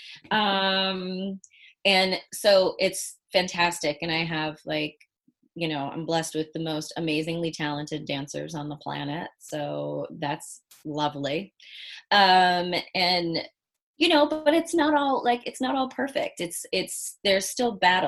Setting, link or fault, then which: link, video call